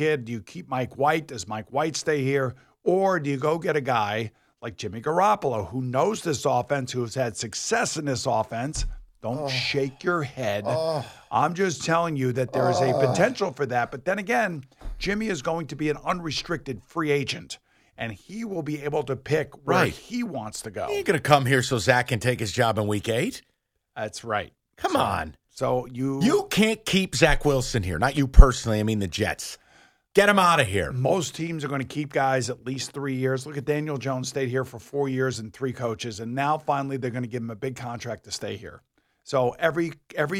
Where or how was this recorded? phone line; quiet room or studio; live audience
quiet room or studio